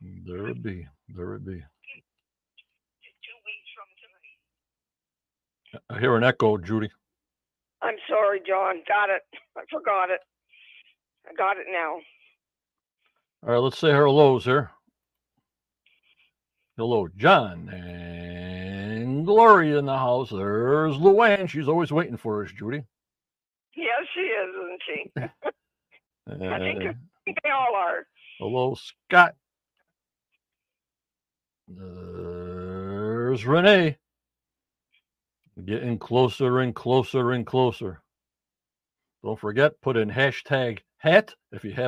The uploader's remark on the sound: on the phone